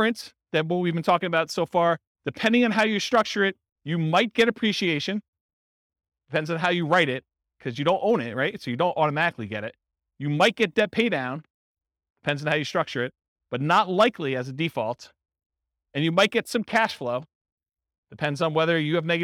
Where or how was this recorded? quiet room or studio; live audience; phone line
live audience